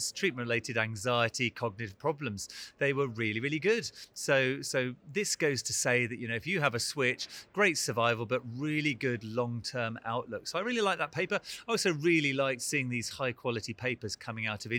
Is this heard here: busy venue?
yes